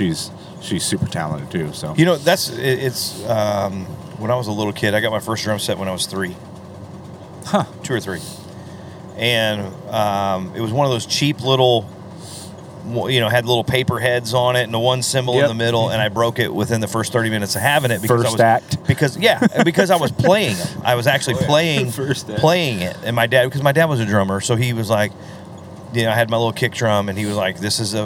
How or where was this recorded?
inside a vehicle